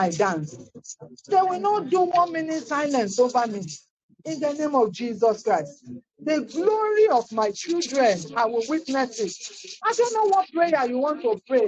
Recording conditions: poor sound quality